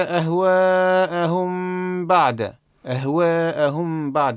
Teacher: الميم الساكنة إذا كان بعدها حرف الباء حكمها الإخفاء مع الغنة